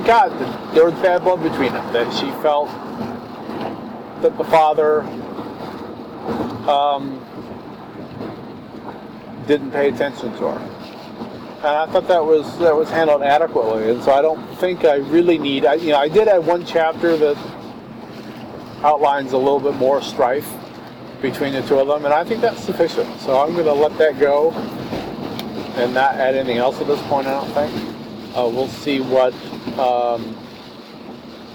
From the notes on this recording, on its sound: Audio quality is a bit bad for this one. In the car and raining.